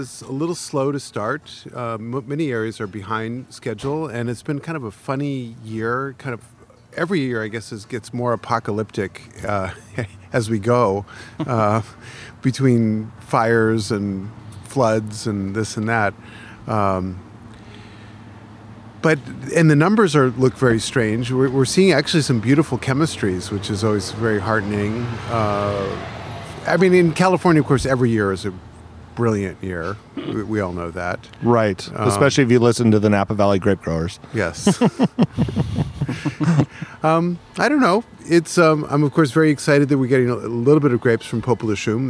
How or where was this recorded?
busy venue